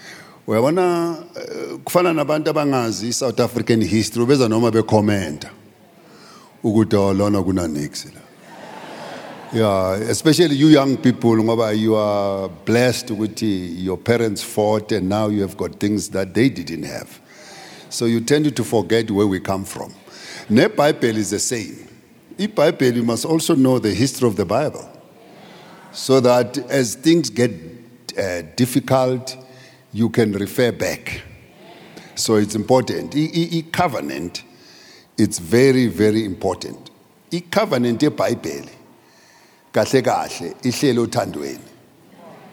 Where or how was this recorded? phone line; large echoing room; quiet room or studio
large echoing room